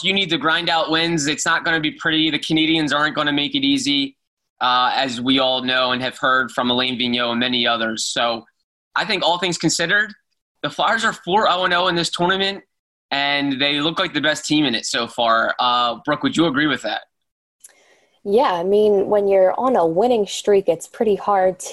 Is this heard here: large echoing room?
no